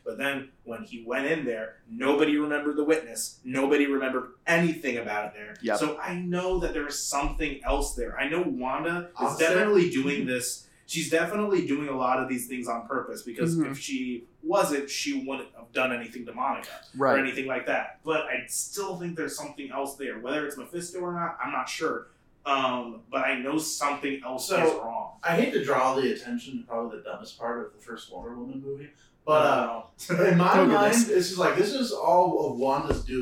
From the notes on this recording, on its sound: unfortunately, some of our equipment crapped out on us